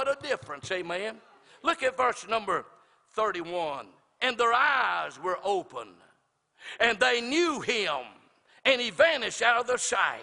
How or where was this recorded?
large echoing room